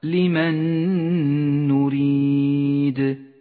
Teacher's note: تدغم النون الساكنة مع النون المتحركة فتصيران نونا واحدة مشددة تغن بمقدار حركتين · Term: الإدغام المتماثل